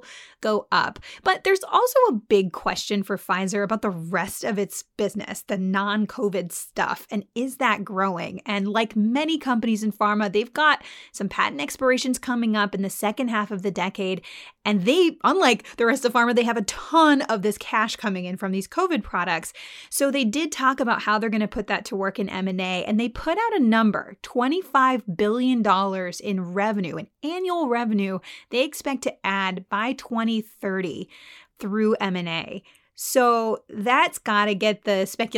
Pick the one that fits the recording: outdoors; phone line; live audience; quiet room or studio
quiet room or studio